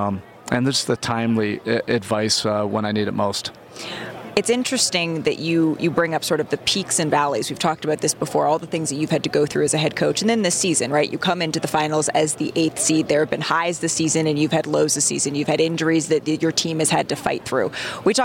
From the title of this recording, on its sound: Live from Finals Media Day